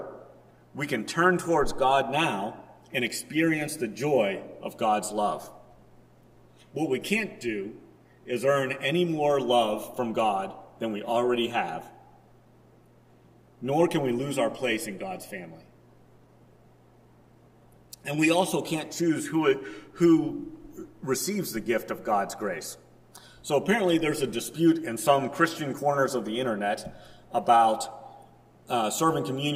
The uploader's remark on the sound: Preached at First Presbyterian Church of Rolla on July 17, 2022.